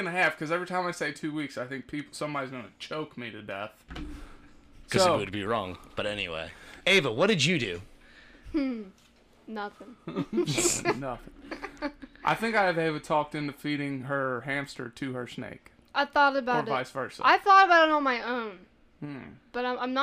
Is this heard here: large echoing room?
no